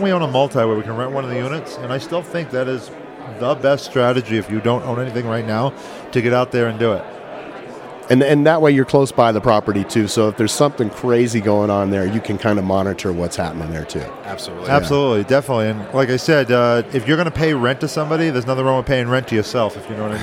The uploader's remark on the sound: Recorded live from the Best Ever Conference in Keystone, Colorado.